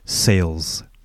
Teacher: So again, we're using our S sound plus our natural A, our true A sound, say, and then adding your L and S at the end, sale, sales. And the S at the end is more of a Z sound